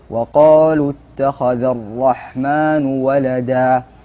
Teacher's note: هو خفض الصوت عند عبارة وقالوا اتخذ الرحمن ولدا